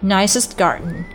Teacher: Nicest 这个单词尾音的这个 t 的音要做一个失去爆破处理，不要读成 nicestGarden，而是要读成 nicest garden。然后 but 的 t 也要做一个失去爆破处理，不要读成 butJoe，而是要读成 but Joe。 wins 和 every 这两个单词要进行连读，wins every，不要读成 winsevery，不要把它们两个断开。接下来呢，我为大家慢速和长速朗读一下今天的打卡例句。首先呢是慢速版。